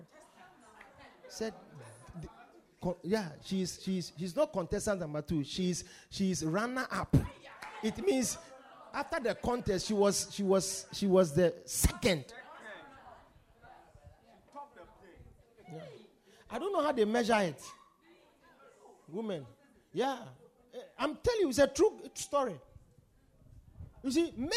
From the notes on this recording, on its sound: Preached at The Supernatural Encounter Service.